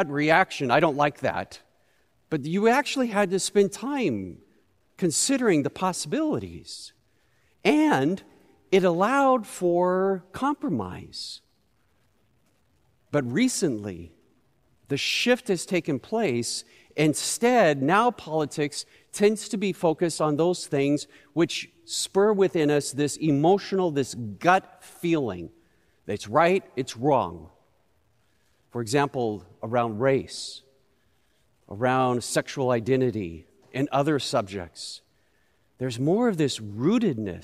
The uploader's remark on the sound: Recorded live at Beatitudes Church in Phoenix, AZ.